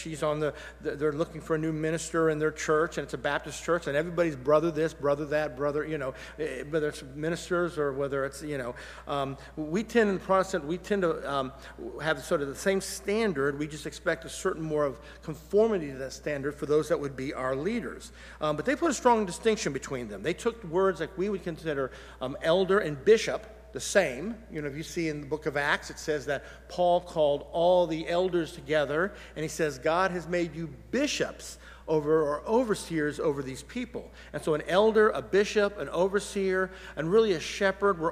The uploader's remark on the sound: Sunday Worship Service - Live stream.